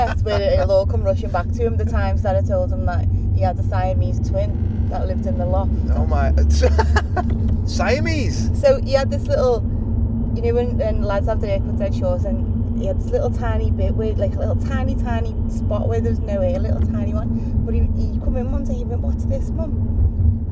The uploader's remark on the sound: We recorded this episode on the way to a gig so it seemed like the perfect time to discuss roadtrips.